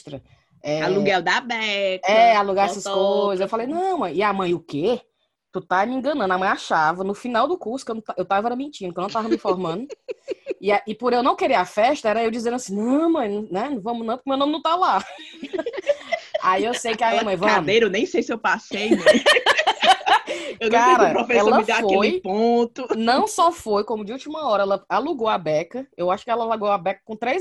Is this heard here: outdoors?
no